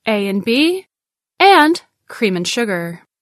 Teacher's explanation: the and gets reduced to n